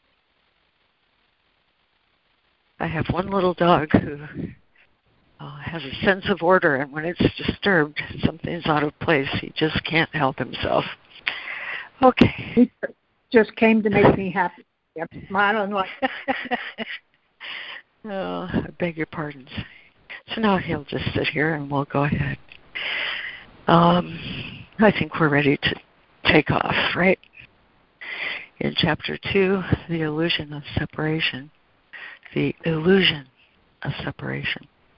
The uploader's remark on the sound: ACIM Daily Conference Call